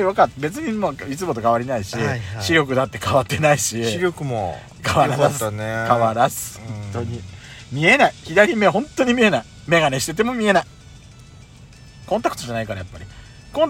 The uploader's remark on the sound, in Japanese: パーキング収録